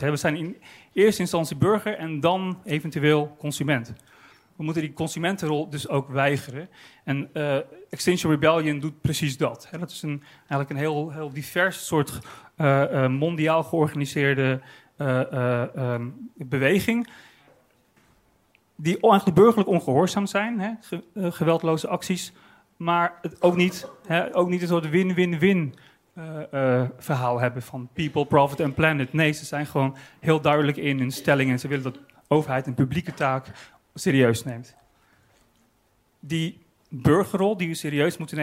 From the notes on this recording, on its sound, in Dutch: Op het podium van het Betweter festival